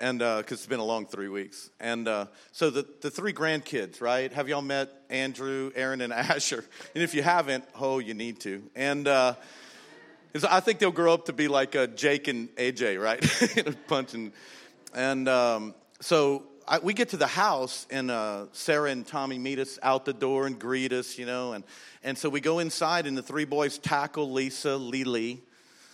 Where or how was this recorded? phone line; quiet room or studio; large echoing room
large echoing room